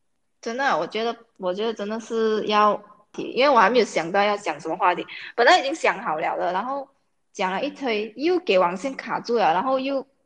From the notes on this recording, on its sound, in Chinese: 我们的播客是需要靠网络来录制的时候，两边网线的延迟